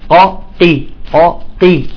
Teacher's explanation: لاحظتوا كيف؟ إذن الان عندي في قوله تعالى كنا طرائق، شوف القاف الاولى مفخمه مفتوحه والثانيه مكسوره